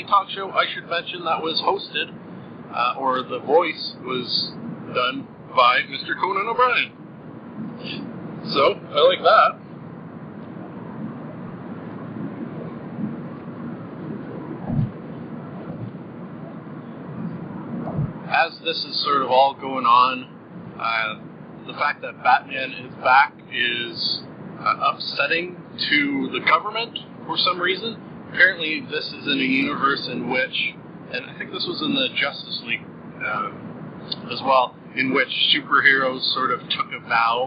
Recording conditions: poor sound quality